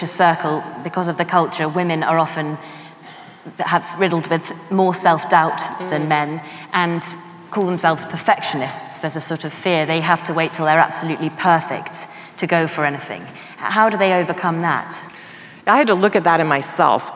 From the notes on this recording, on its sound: In front of a live audience in London.